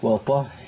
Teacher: الهاء بقى مشددة لازم أجيب هاء ساكنة وبعد كده هاء متحركة